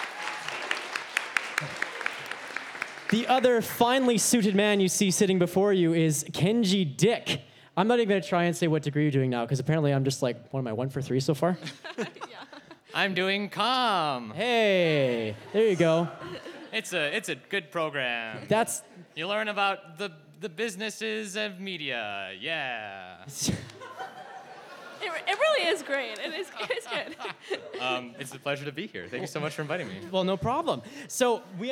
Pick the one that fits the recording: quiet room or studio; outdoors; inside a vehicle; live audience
live audience